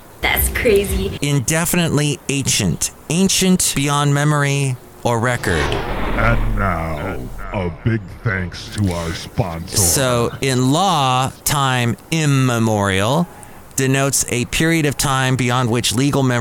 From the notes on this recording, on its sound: Podcasts live from Café Anyway.